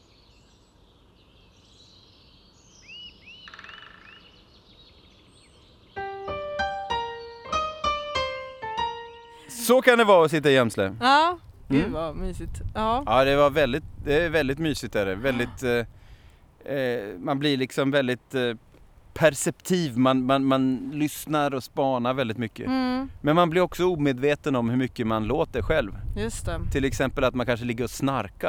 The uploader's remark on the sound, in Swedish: Vi får följa med honom in i gömslet den sista kvällen. Som vanligt är det äkta ljud ni hör som vi har spelats in på plats, Naturpodden använder inga ljudbanker.